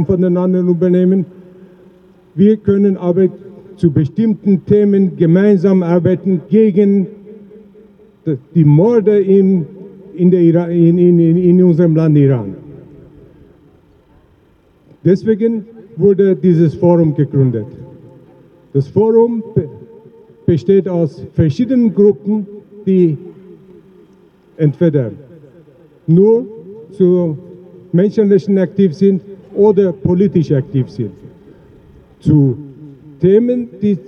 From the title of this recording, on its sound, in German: O-Ton] Ausschnitte aus Demo gegen Hinrichtungswelle im Iran am 3. 2. 2024 in Wien